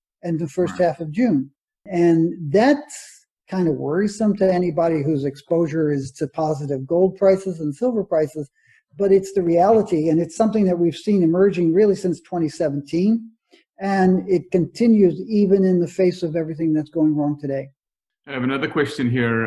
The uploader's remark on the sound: At the Canadian Mining Symposium, held on Zoom from June 16-18, 2020.